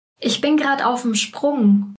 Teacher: Gerade wird zu grad und auf dem wird zu aufen